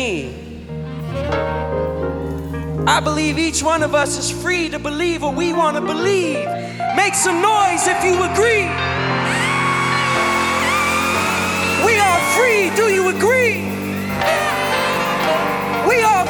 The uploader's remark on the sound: Live in Indianapolis. In other words, they were totally unrehearsed.